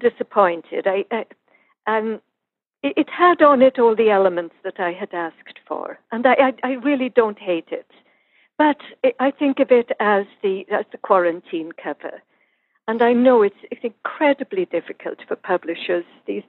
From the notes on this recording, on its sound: This was recorded by phone, so the audio is a little different.